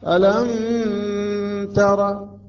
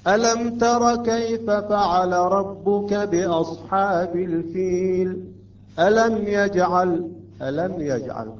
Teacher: قلنا إظهار بدون غنة وبدون حركتين · Shown in: second take